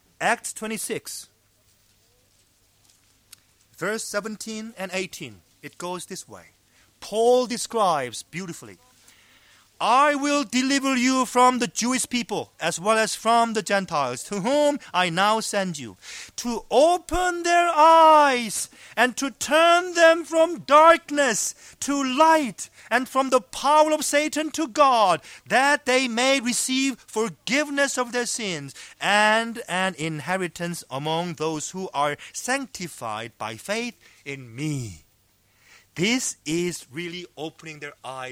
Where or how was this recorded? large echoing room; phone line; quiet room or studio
large echoing room